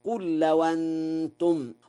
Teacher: قرأ ورش: لو أنتم، بنقل حركة الهمزة إلى الساكن قبلها